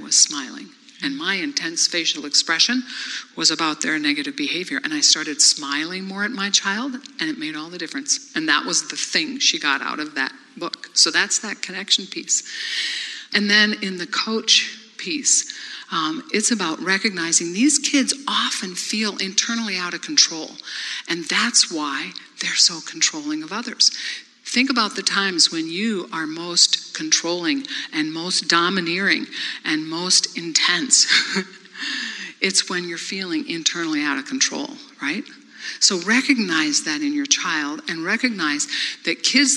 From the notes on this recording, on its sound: For the first part of our 2018 Don’t Mom Alone live event.